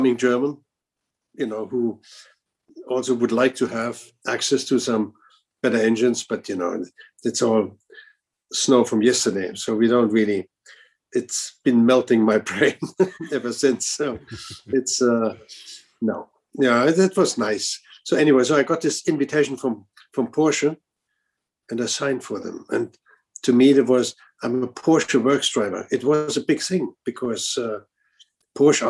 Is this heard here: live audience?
no